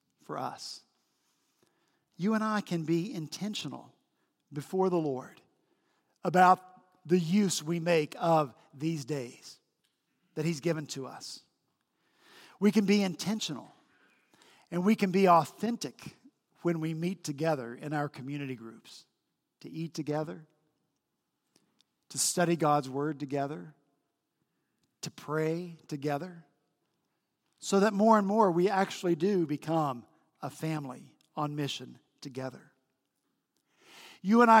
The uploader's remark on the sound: At Redeemer Presbyterian Church in Charleston, SC